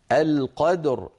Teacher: يعني القدر، ليكن اهتمامي بقلقلة الدال